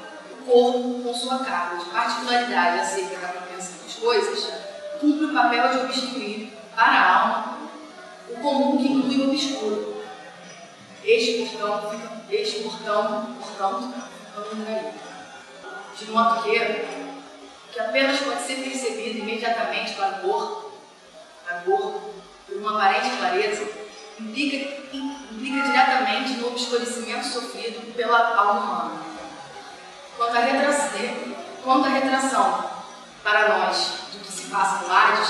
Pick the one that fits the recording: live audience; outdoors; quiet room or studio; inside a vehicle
live audience